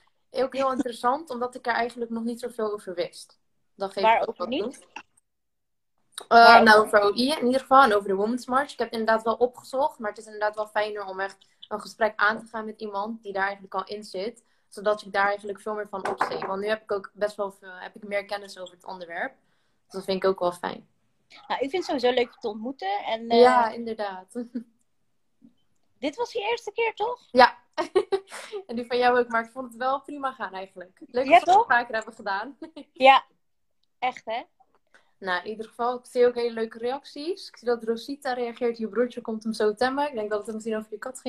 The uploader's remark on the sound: Instagram Live